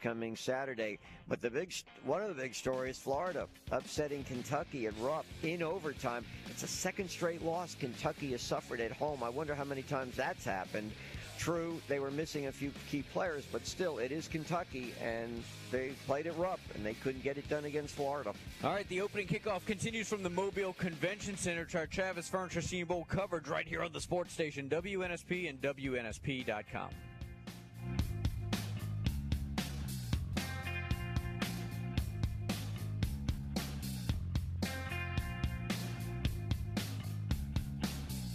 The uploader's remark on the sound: live from the Senior Bowl on a Thursday edition